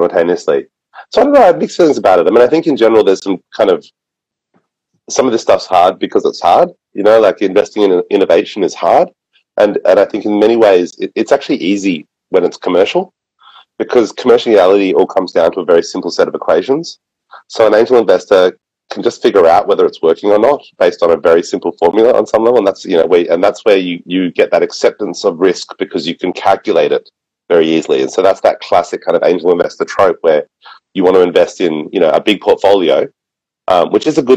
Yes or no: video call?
yes